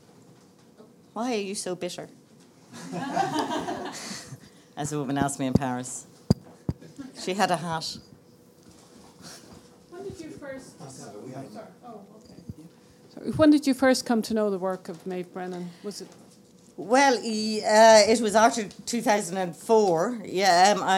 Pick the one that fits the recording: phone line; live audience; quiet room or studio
live audience